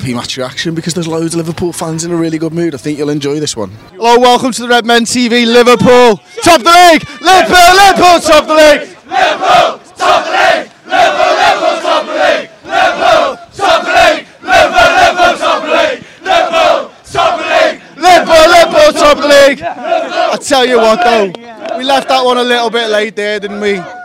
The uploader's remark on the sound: outside Anfield